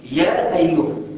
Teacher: مديت الألف مد طبيعي اللي هو الحركتين